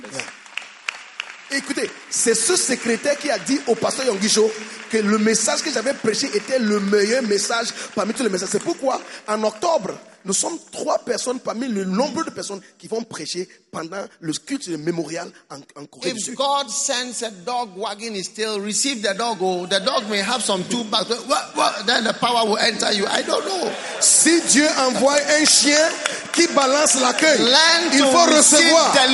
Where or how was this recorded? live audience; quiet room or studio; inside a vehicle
live audience